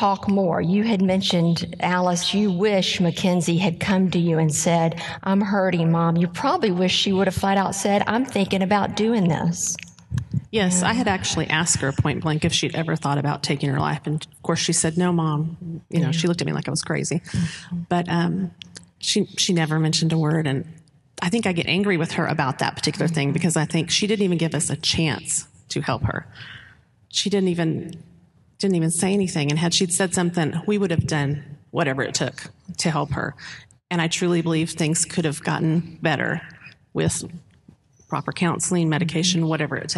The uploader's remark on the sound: A recording of our live event.